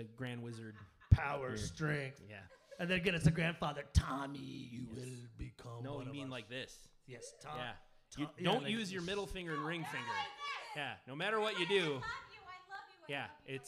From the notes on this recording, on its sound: This time we recorded in front of a live audience! At the Very Famous X-Ray Arcade in Cudahy, Wisconsin. We played the movie for our audience, and afterwards sat down and recorded this episode.